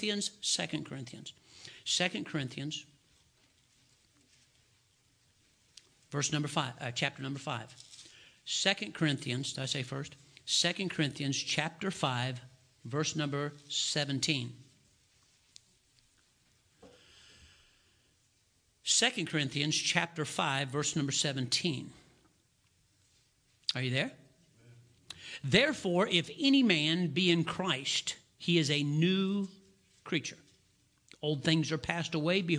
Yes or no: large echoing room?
yes